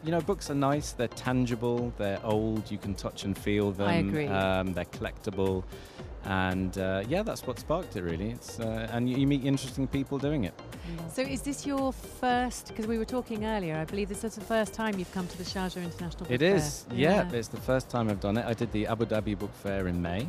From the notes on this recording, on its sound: Live from Sharjah International Book Fair 2023